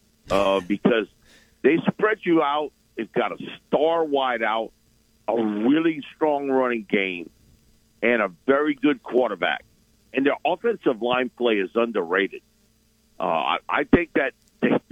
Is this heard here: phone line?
yes